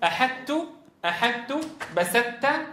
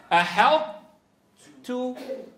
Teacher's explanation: ندغم لكن ندغمه إدغاما ناقصا بحيث نحافظ على الشخصية الضخمة للطاء أن لا تهتز فنظهر أكبر وأعلى صفة قوة في الطاء وهي صفة الإطباق هي صفة الإطباق لذلك ماذا نفعل؟ ندغم إدغاما ناقصا بحيث تبقى صفة القوة ظاهرة صفة الإطباق ظاهرة حال الإدغام · Shown in: second take